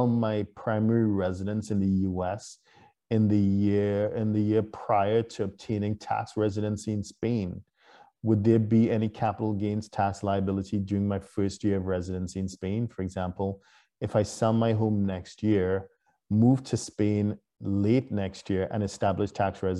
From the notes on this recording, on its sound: For those joining us on Zoom.